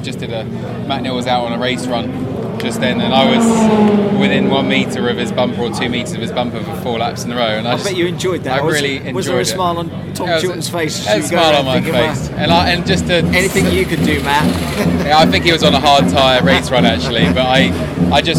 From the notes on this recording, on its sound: Media Day Donington Park